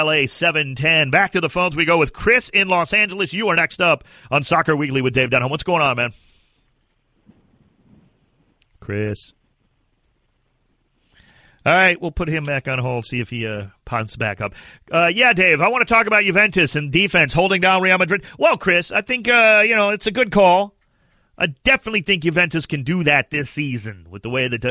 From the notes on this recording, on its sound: Opens the phone lines for the very first time as listeners call in to discuss all things soccer.